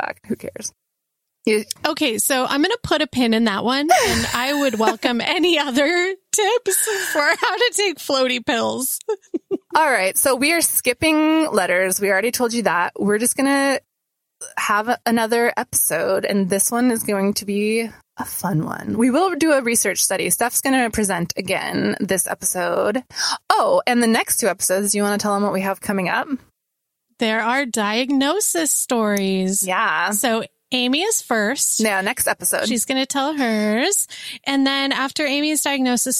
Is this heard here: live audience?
no